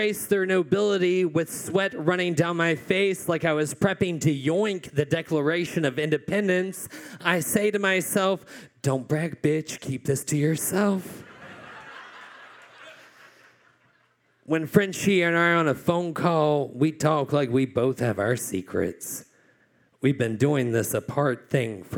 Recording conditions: live audience